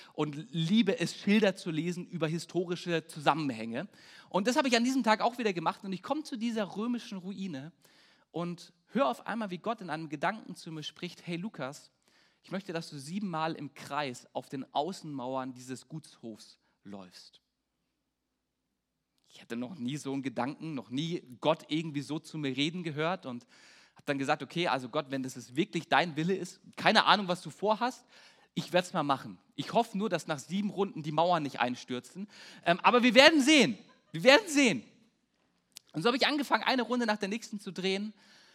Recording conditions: large echoing room